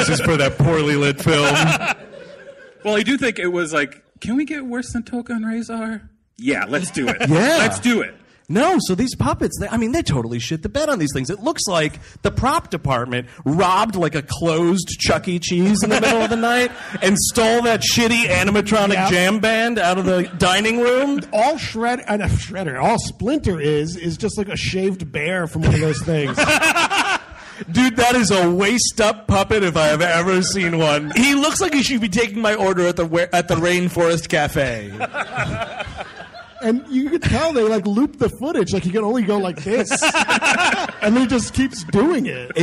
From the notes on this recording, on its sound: Recorded live in Rochester. The gang treks out to the Little Theatre.